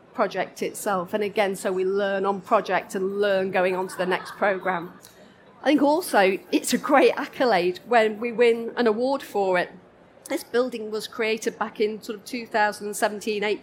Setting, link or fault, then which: setting, live audience